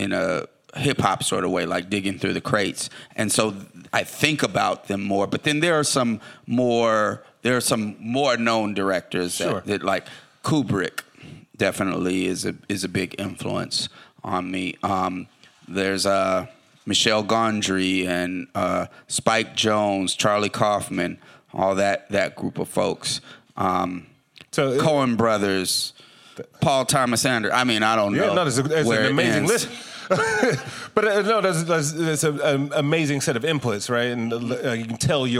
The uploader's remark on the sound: This live recorded session of Innovation Crush.